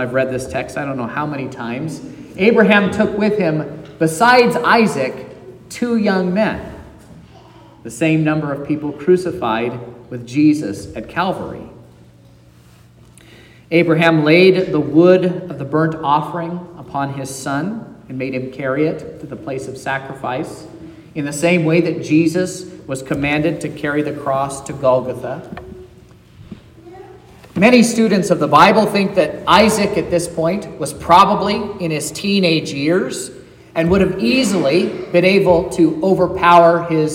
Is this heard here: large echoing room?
yes